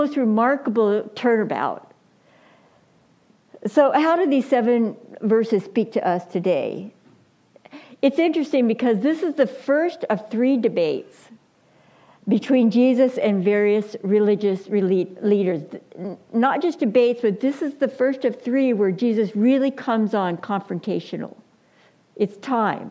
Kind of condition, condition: setting, large echoing room